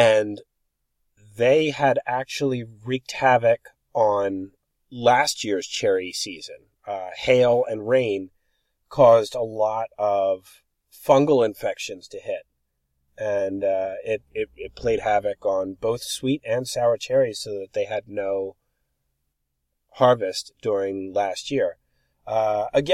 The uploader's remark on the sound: recorded at Jayne’s Orchard at the peak of the season in July